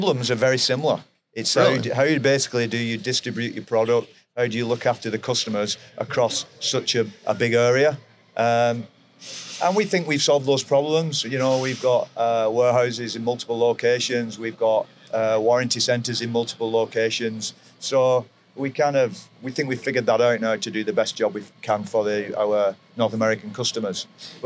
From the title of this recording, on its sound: LIVE FROM NATDA